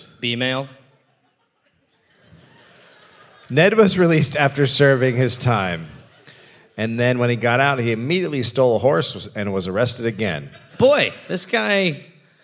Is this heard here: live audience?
yes